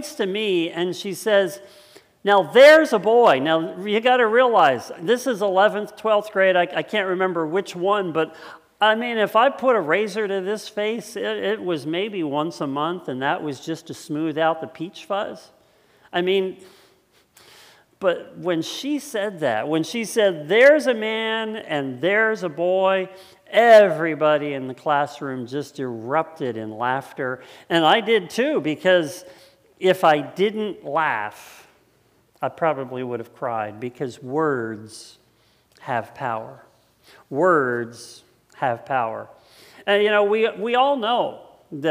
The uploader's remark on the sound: It was originally preached on Sunday August 23rd 2020 at Linglestown Life Church in Harrisburg Pennsylvania.